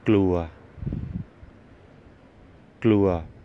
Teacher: Glua, with a flat tone